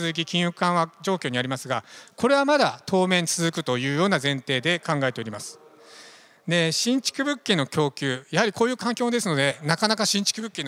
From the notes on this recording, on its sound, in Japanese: 日本賃貸住宅投資法人 IRセミナー1月28日に東京証券取引所で開催した J-REITファン2017 に登壇した 日本賃貸住宅投資法人 のIRセミナーをダイジェスト版でお送りします。